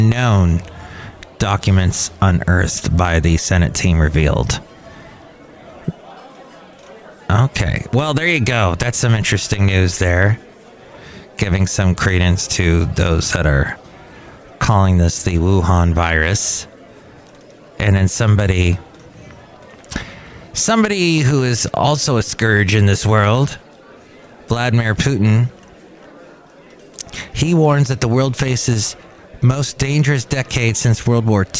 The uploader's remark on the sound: podcasts live from Cafe Anyway